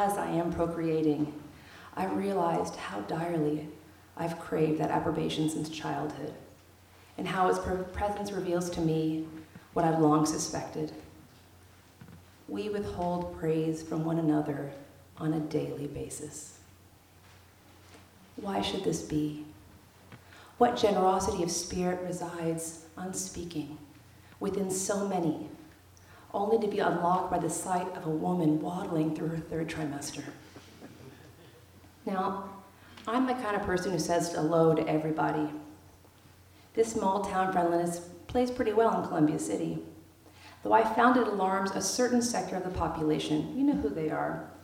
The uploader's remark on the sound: They’re on the road with readings accompanied by, yes, whiskey and pie. We caught their Town Hall Seattle show at Washington Hall on November 15.